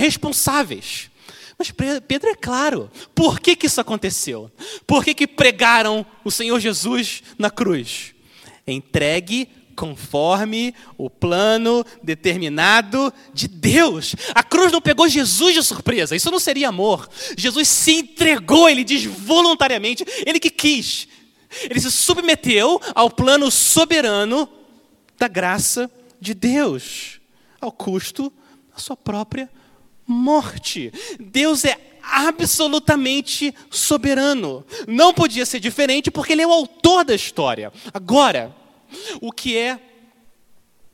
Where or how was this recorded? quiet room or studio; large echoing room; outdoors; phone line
large echoing room